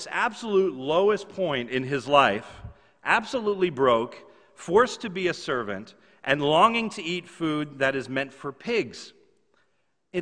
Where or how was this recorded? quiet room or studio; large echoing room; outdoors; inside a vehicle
large echoing room